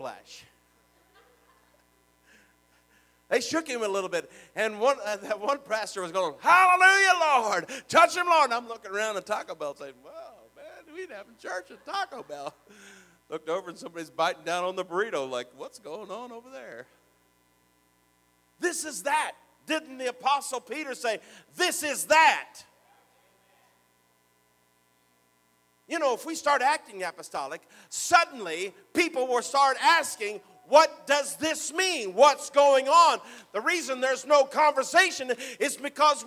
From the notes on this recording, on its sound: Sermon preached at the Oak Park Pentecostals, 1920 Chester Blvd, Richmond, IN 47374.